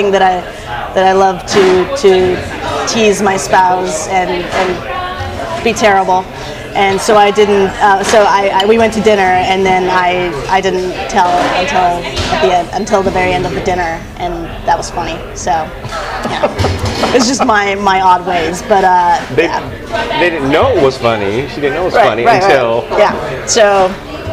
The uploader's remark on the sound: This episode was recorded live